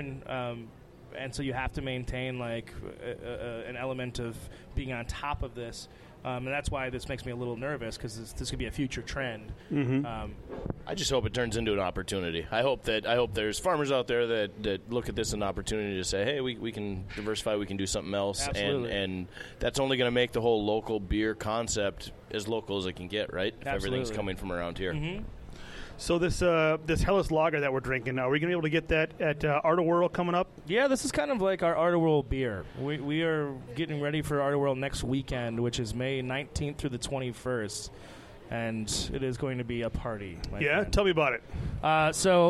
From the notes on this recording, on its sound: Recording live from Sea Salt Eatery.